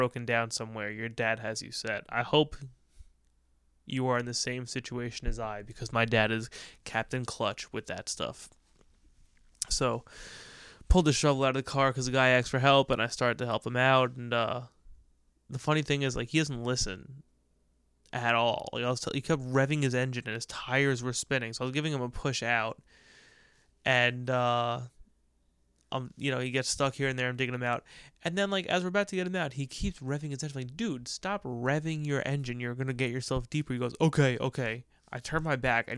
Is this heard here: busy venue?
no